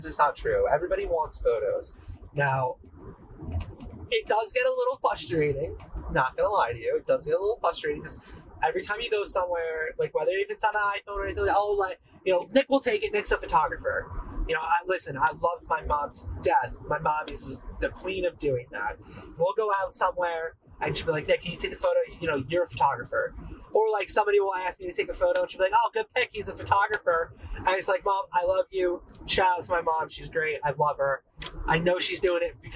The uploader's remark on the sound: I did really record this while driving home from work. My setup while filming this was completely wireless. I used the Rode Wireless II mics so I was completely hands free. The audio in this podcast episode is a lot worst than all my others. No, this time I had 1 wireless mic and time alone in my car.